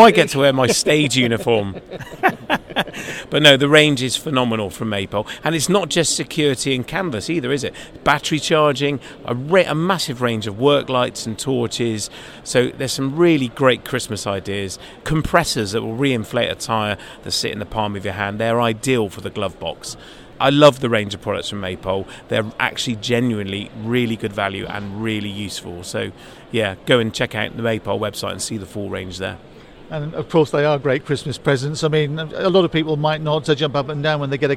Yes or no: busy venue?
yes